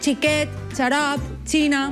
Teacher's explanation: També pot sonar com una africada alveolar sorda